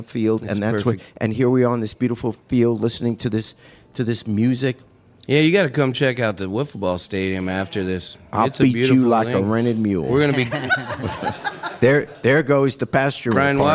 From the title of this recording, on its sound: Live From Whispering Beard